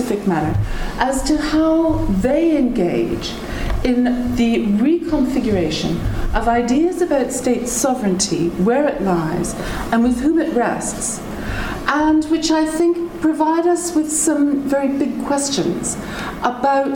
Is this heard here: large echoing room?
yes